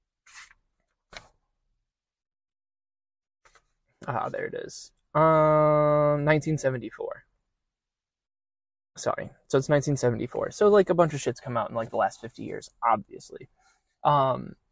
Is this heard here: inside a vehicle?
yes